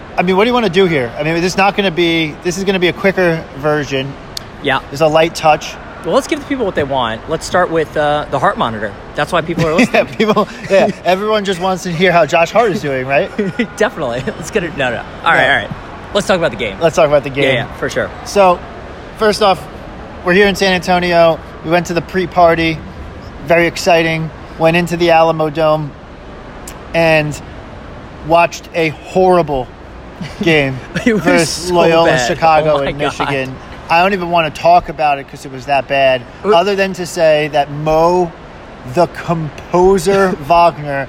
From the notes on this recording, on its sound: We're recording live from the team hotel in San Antonio. That means no production value, no intro, lots of background noise, and plenty of people asking if we work there (obviously not).